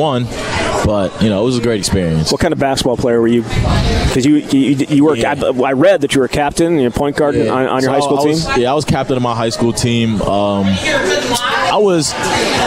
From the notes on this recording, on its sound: live from Monk's in Sun Prairie